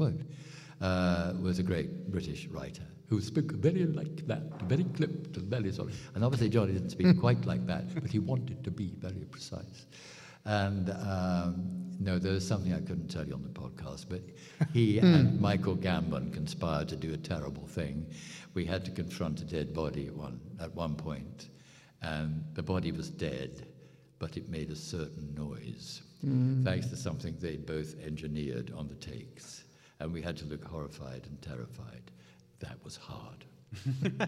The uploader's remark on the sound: I was given the opportunity to hop on stage. One of the great moments Rule the Galaxy had at ICCC.